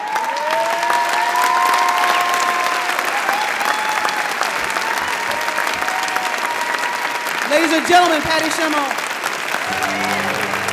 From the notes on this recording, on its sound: A special live edition of The Moth brought to you from the Lobero Theater in Santa Barbara, California.